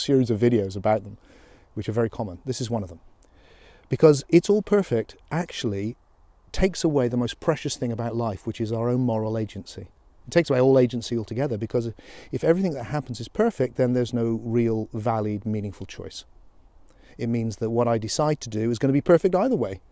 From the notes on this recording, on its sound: Thoughts while walking